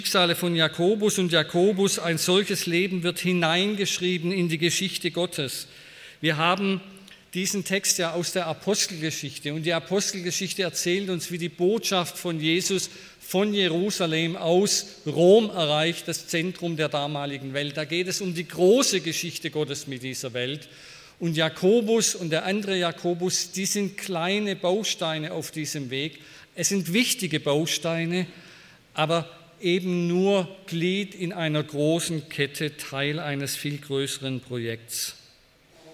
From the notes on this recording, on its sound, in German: bei einer Veranstaltung der Liebenzeller Mission